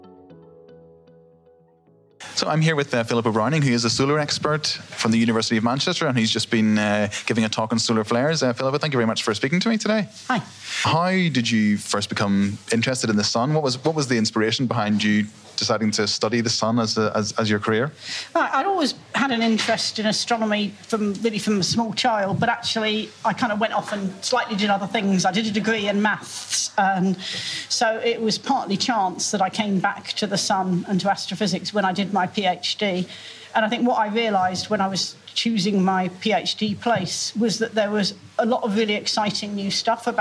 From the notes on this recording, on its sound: we’re live at the world famous Jodrell Bank Observatory in Cheshire for the Bluedot science and music festival 2018